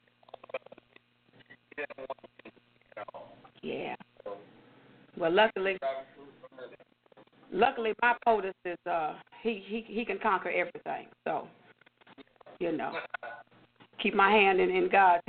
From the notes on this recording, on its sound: your phone calls